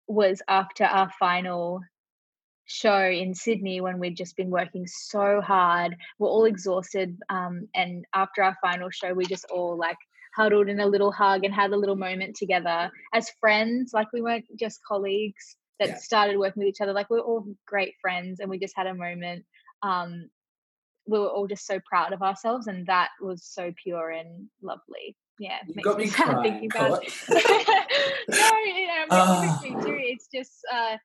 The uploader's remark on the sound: I did have some tech issues during this episode o the audio quality isn't 100%!